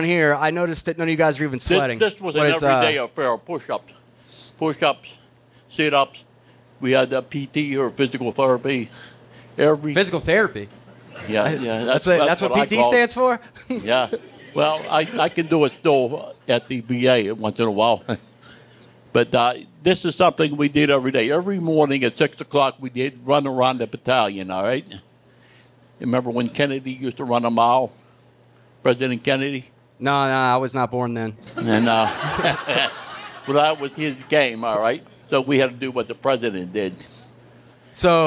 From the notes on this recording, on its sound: We present a live recording of our Post-9/11 Veterans Storytelling event at VFW Post 694 in Dormont, Pennsylvania.